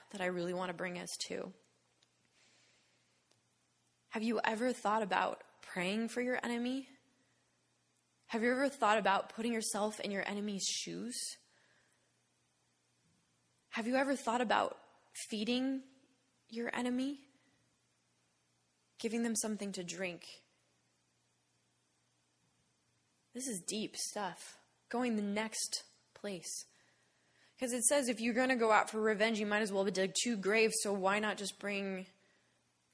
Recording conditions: large echoing room